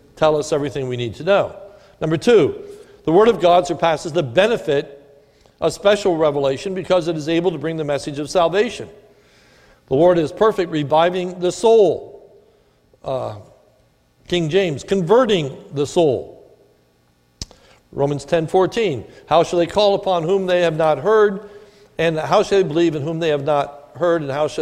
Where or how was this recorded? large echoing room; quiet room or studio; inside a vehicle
large echoing room